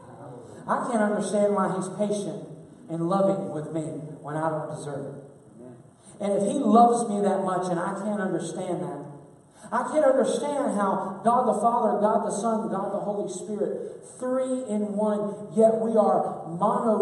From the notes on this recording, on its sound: LOW SOUND QUALITY DUE TO TECHNICAL ISSUE